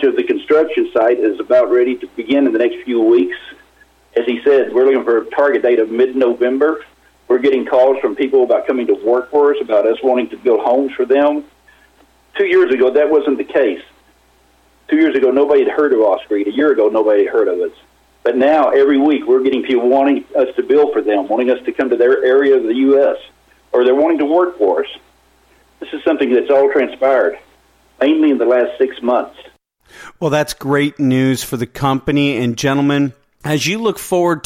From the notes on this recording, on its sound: called in to SmallCapVoice